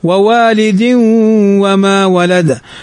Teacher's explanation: تنوين بعده الواو، والواو من حروف الإدغام بغنة